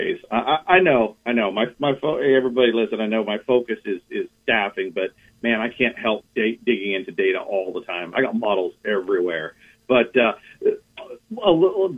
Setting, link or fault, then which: link, phone line